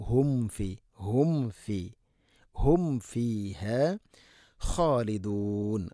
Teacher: സാക്കിന മീമിന് ശേഷം ഫ വരുമ്പോൾ രണ്ട് ചുണ്ട് തമ്മിൽ തട്ടൂല. അത് ശ്രദ്ധിച്ചുകൊണ്ട് പറഞ്ഞാൽ മാത്രമാണ് അങ്ങനെ തട്ടുകയുള്ളൂ.